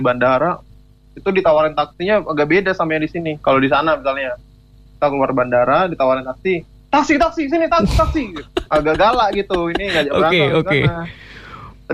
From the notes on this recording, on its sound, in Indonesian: Isi episode kali ini adalah rekaman siaran gua yg telponan. Soalnya buat di radio dan di podkes gua beda wkwk.